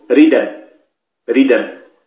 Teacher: وبعضهم يعبر إلقاء حركة الهمزة على الساكن قبلها مع حذف الهمزة، مثلا كلمة ريد أن، ريد أن أصلها دال ساكنة ثم تتلوها همزة مفتوحة، فنقلت حركة الهمزة وهي الفتحة إلى الدال فصارت الدال مفتوحة بدل أن كانت ساكنة، وحذفت الهمزة · Term: النقل